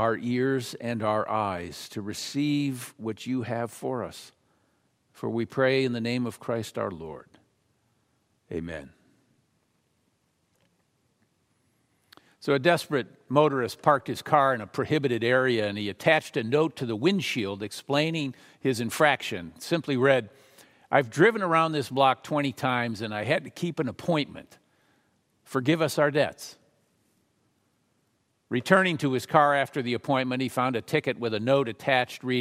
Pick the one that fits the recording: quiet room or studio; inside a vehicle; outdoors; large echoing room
large echoing room